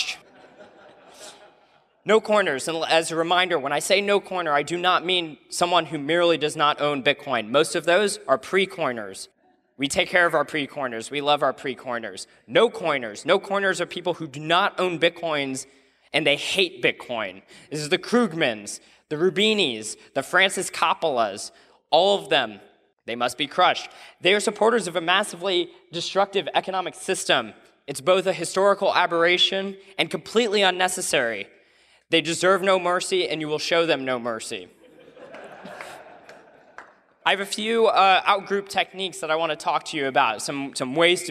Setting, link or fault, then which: setting, live audience